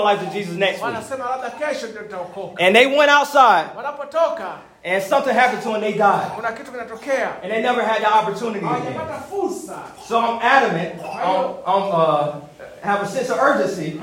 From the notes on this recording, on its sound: This is a recorded message. Preached at Tanzania Assemblies of God in Zanzibar.